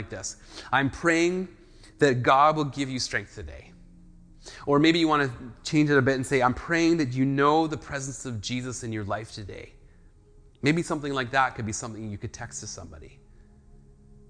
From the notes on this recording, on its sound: speaks at SouthRidge Fellowship, a Langley church.